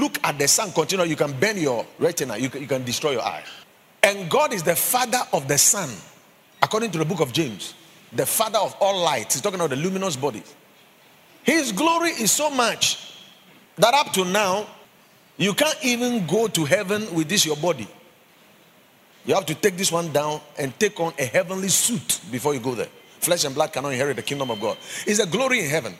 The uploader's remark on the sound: Preached at the Watered Garden Church